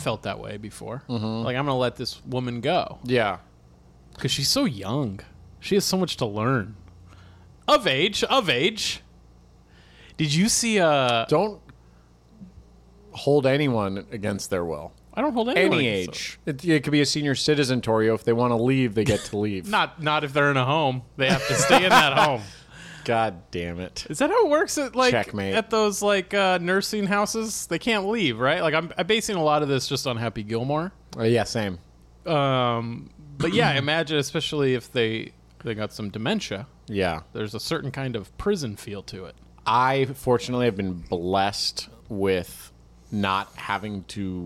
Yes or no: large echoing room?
no